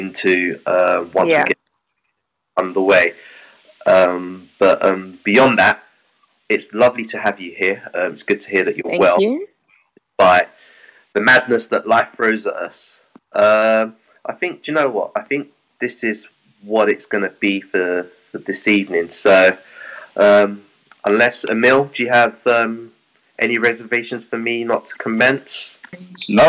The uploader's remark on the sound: Apologies for the distorted audio, we'll have it sorted for the next episode. The Panel Clubhouse Sessions Season 2.